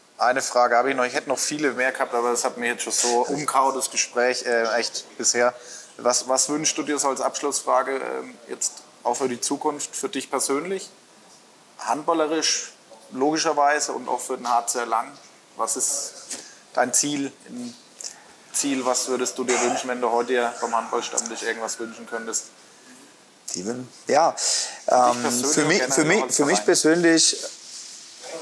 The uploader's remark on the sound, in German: Im Sportland Fitness in Erlangen aufgezeichnet.